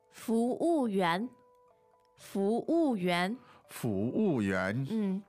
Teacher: Now, the tones are? Second, fourth, and second.